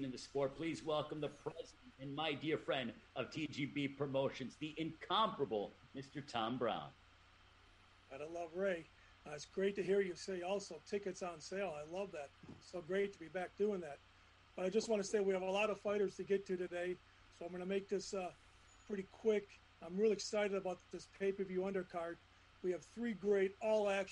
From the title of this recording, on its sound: Media Conference